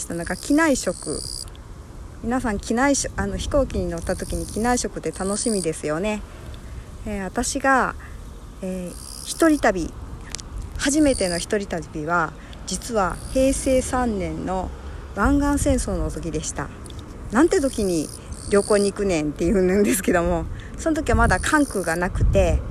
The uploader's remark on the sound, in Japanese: 今日は伊丹空港近くの堤防を歩きながら録音してまーす。